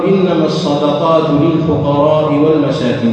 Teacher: بدون مد في الراء، لم يمدها مدة طويلة